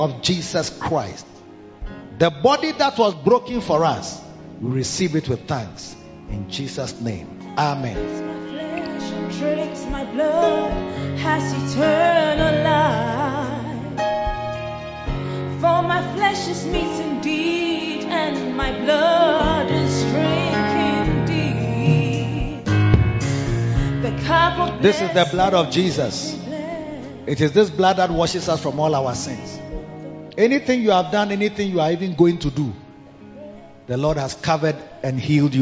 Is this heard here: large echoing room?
yes